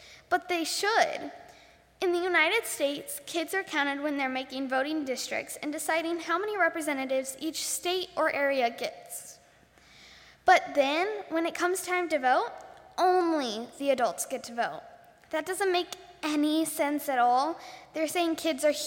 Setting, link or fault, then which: setting, large echoing room